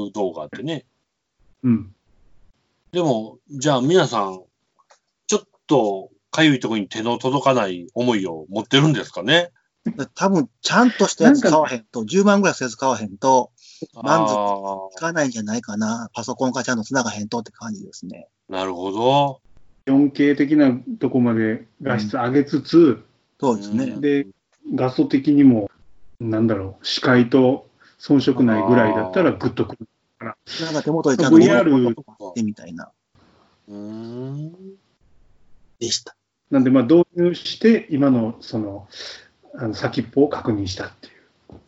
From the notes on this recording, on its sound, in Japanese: 自粛期間中のオンライン飲み会を収録してみました。酔っ払いのダダ喋り。